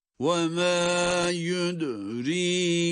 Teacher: Burada dal harfini cezimle okuduğumuz için kalkale sesi veriyoruz.